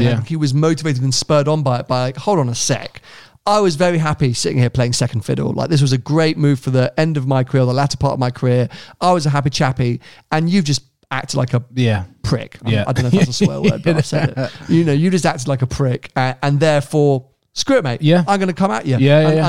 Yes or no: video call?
no